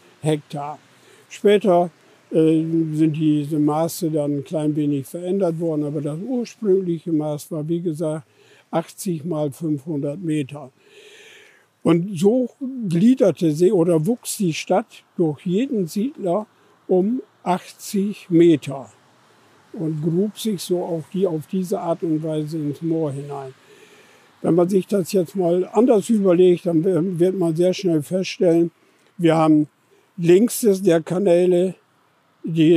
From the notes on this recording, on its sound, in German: Live-Streifzug durch das Areal von Deutschlands längster Fehnkolonie. Uns beim Talk auf der Von-Velen-Anlage den Papenburger Wind um die Nase wehen.